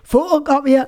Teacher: with Newcastle accent for photocopier, they almost don't pronounce any of the vowels. · Term: series of stops